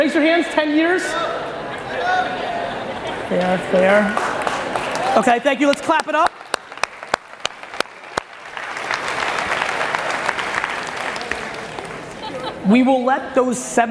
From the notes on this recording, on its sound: An awesome keynote I gave for Compass Real Estate in Austin, Texas.